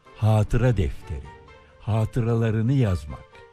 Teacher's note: Yaşanmış olayların yazılmasından meydana gelen edebi bir tür. Ama hiçbir kullanılışında ikinci A uzamaz.